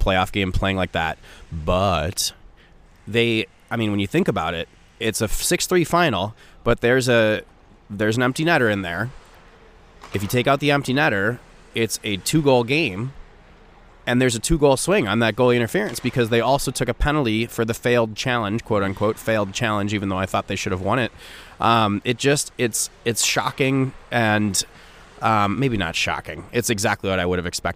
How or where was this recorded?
busy venue